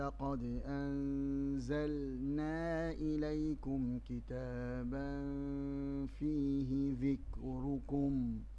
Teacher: ردي بالكم من التنوين في الفاء، ضروري إطباق الثنايا العليا على الشفة السفلى من الداخل بحيث يظهر إخفاء الفاء